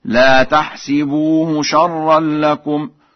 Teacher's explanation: قرأ ورش بكسر السين في الفعلين معا